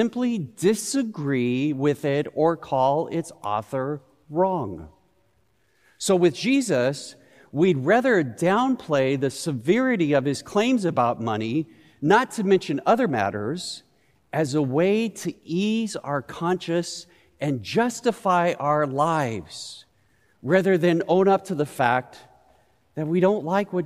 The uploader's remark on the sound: Recorded live at Beatitudes Church in Phoenix, AZ.